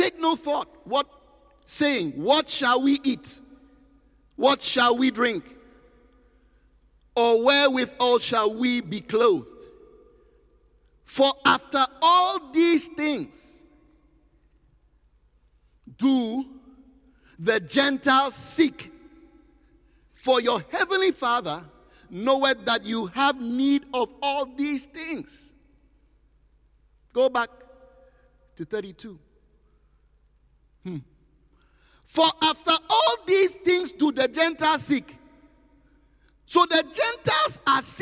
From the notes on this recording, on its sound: Preached at the Qodesh